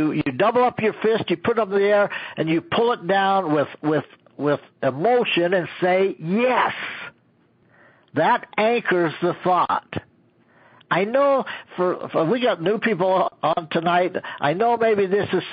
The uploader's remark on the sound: an archive of weekly conference calls